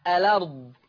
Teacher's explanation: يعني هحرك اللام بحركة الهمزة، تحريك اللام بحركة الهمزة، فتبقى لام مفتوحة الأرض هكذا. · Term: النقل